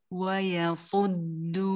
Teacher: اقرأي بالدال مجهورة، لا نقول يصدوا، لا تدفقي كثير من النفس